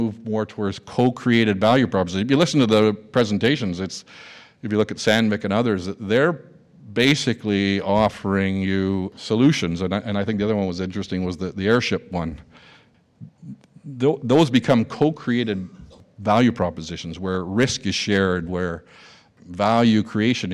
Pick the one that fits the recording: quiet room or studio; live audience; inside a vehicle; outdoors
live audience